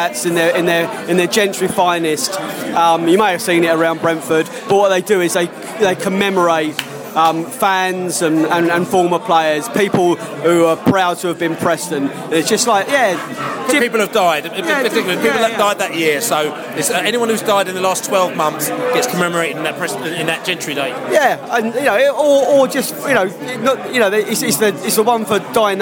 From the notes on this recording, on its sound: Post-match podcast from the pub. We speak to Brentford and Charlton fans in the pub after the match.